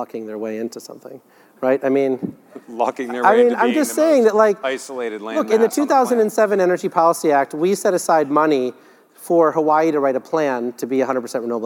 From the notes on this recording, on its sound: The best of live interviews from GreenBiz events.